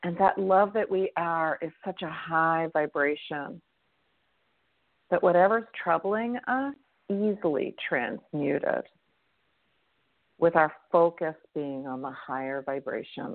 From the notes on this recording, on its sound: in response to callers' questions